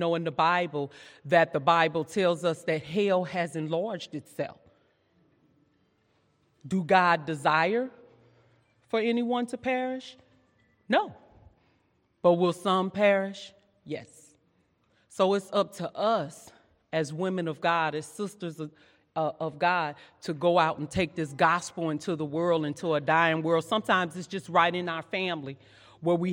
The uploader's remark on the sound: during session 2 at our 2022 Women's Conference